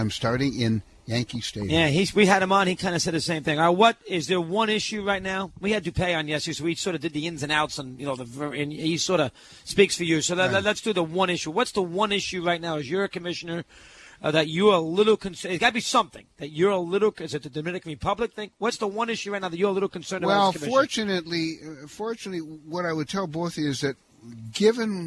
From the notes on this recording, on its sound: Broadcasting live from Yankee Stadium before the 2008 All-Star Game